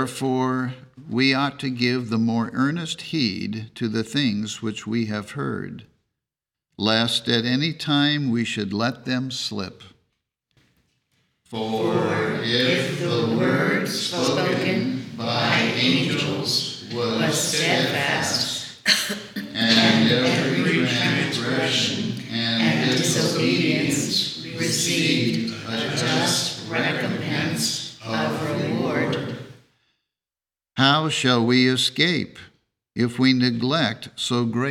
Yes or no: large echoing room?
yes